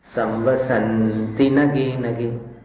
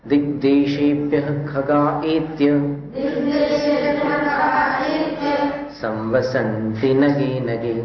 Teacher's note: सन को लंबा खींच लो, ती को लंबा खींचोगे तो फिर दीर्घ हो जाएगा, तो अशुद्ध उच्चारण होगा